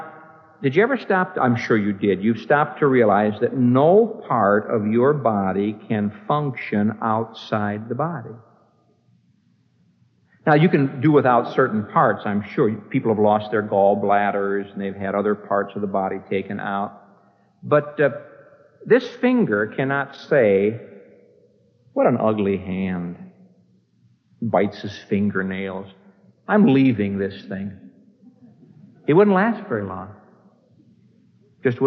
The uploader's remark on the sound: This message was preached on May 4, 1975, at the Moody Church in Chicago, IL